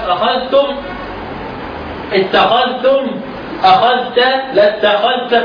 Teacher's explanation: إدغام الذال في التاء الذال الساكنة في التاء من فعل أخذ